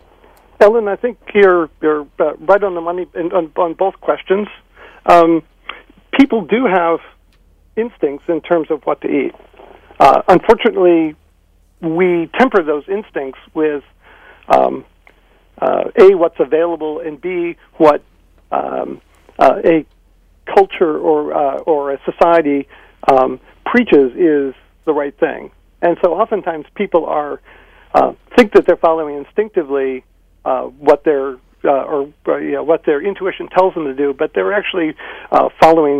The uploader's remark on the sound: Boisterous and mostly unedited live call-in show on KGNU Boulder/Denver.